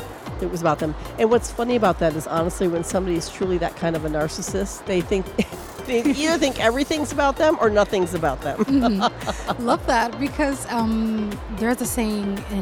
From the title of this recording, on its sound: Live from SIBF 2023